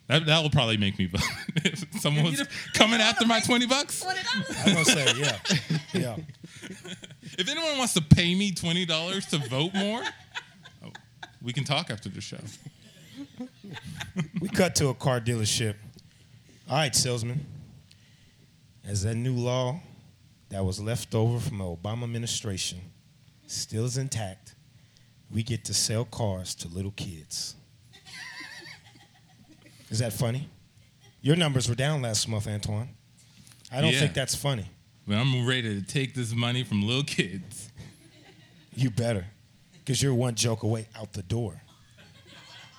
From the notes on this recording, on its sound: Can't Tell Us Nothing performs at Mockingbird ¡Recorded Live! Podcast Fest at Rudyardz in Houston, Tx.